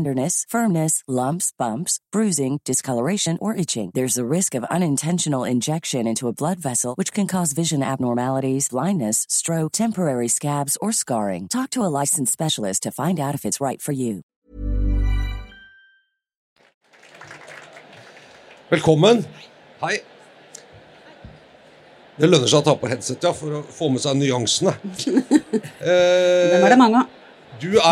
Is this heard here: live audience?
yes